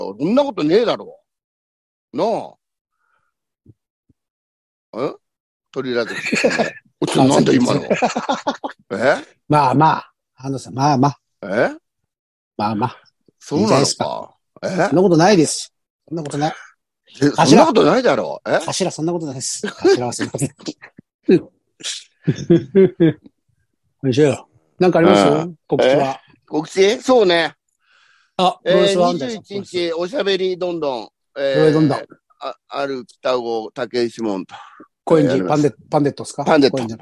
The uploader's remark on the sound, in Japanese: ZOOMで収録。